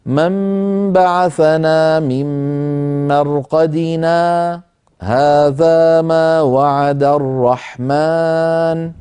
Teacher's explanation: وإن أحب الإنسان أن يصل من مرقدنا مع ما بعدها فيسكت قليلا